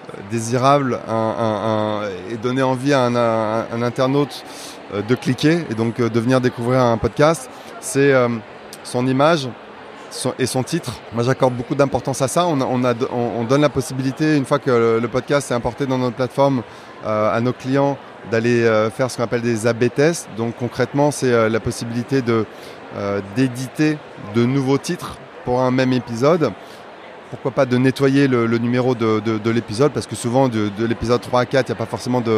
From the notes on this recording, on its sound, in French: Episode spécial enregistré live au Podcast Show 2023 de Londres. This is a special episode of 2goodmedia recorded at the 2023 Podcast Show in London, which is the largest international podcast industry festival in its second edition. Enregistrée lors du London Podcast Show.